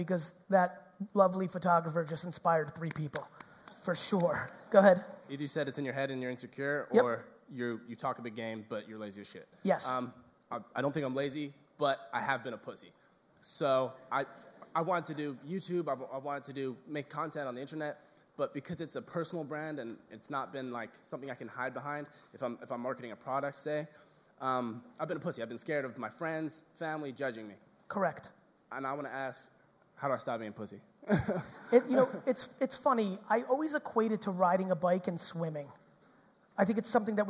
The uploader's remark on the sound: Auckland 2019 Keynote